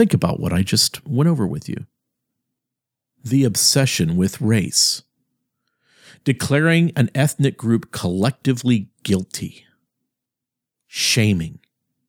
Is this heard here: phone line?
no